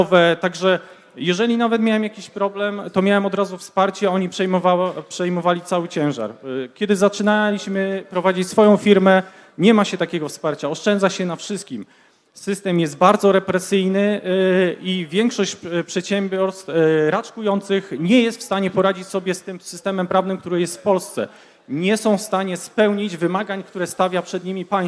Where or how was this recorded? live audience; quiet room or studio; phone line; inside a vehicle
live audience